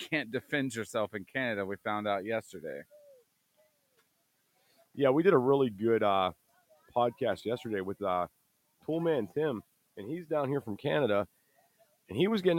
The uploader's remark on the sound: (LIVE) Prepper Camp 2022. Live from prepper camp 2022.